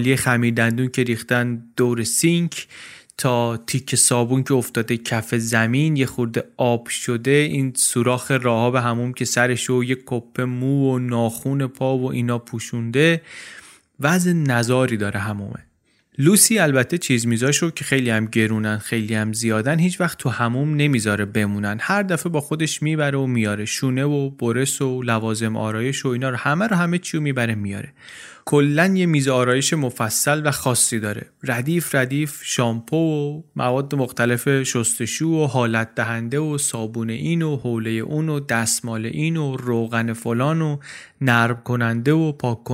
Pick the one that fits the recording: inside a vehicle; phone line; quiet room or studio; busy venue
quiet room or studio